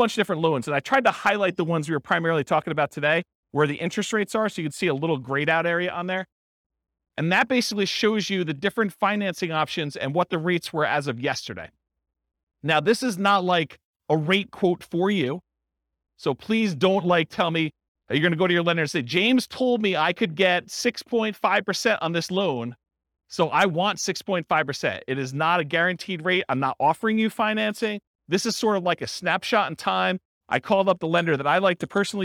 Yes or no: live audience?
yes